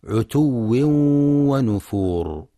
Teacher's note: ينتبه القارئ للواو المشددة وللإدغام مع الغنة في عتو ونفور، فلا يقرأ عتو نفور.